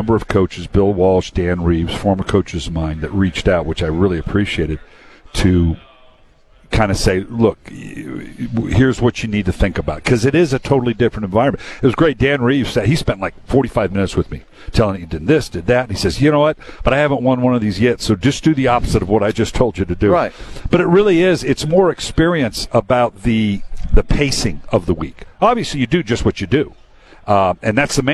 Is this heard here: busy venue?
yes